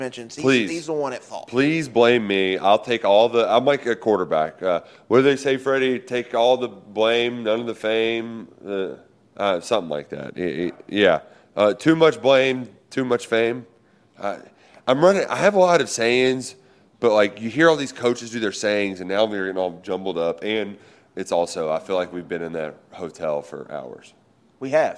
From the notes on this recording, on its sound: Live from SEC Media Days in Nashville. SEC Media Days have kicked off here in Nashville, Tennessee.